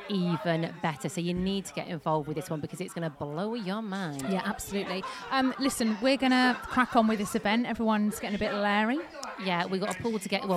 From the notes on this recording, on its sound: On this special show we are live from Ringwood Hall Hotel & Spa with a LIVE audience!!